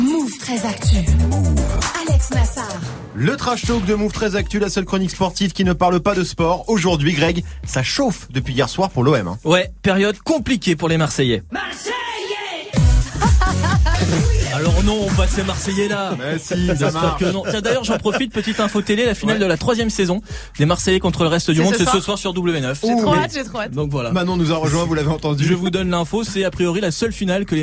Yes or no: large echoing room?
no